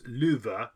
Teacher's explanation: The F is pronounced like a V. The first U is pronounced long. The second U is pronounced short. So it's luva, which is pretty close to love, I think, really.